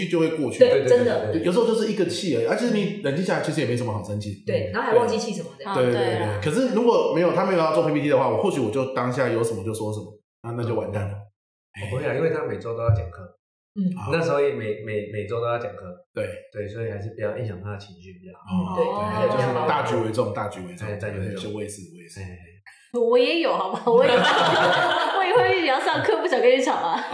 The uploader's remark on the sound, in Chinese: 抱歉本集回音稍重，若造成您聆聽不適敬請見諒